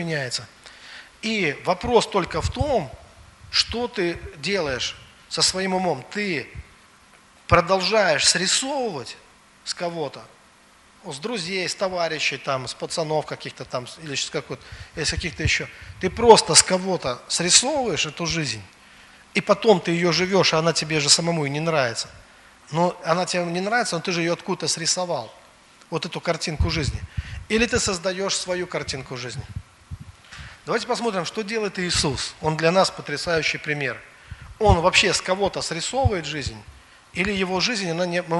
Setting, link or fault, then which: setting, large echoing room